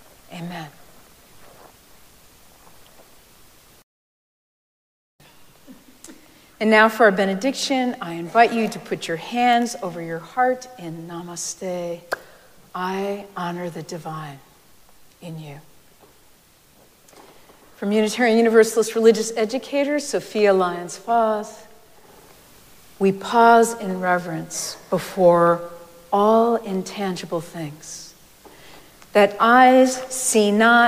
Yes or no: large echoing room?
yes